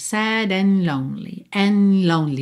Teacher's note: você já tá com a língua no céu da boca pro N, N, e já sai dali pro L, and lonely.